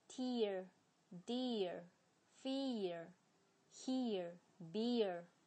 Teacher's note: 如果你是想发美式的音的话呢，你可以把那个后面的儿，这个儿化音呢，可以把它发得非常地重